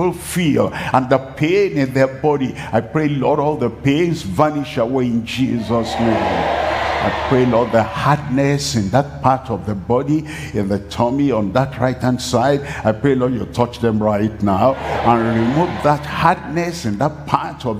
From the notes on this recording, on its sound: Live from Asaba, Nigeria.